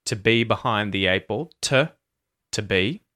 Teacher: to becomes te once it's in a phrase with other words after it · Term: schwa